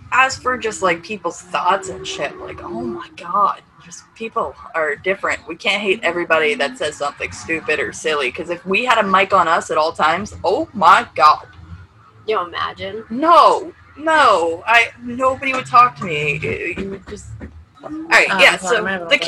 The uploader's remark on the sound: Excuse the noise, this was recorded in a trailer at a drift event